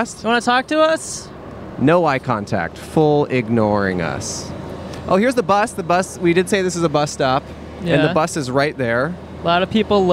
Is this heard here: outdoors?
yes